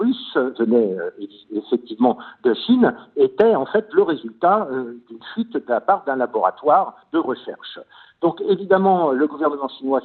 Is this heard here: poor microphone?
no